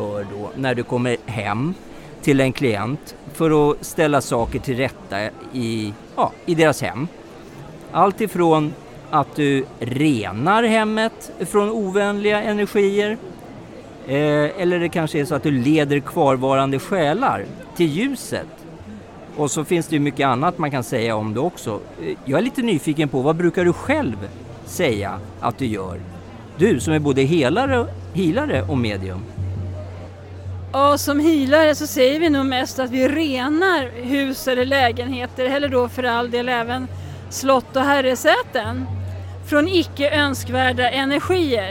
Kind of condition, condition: setting, busy venue